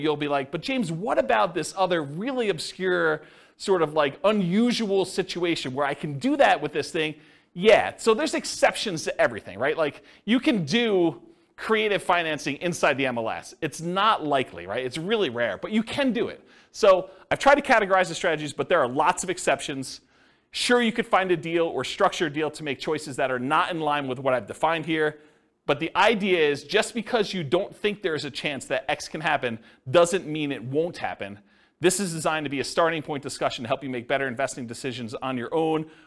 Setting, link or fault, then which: setting, live audience